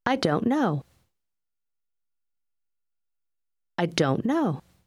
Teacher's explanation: Заключительный звук в слове don't почти исчезает, и слова практически сливаются в одно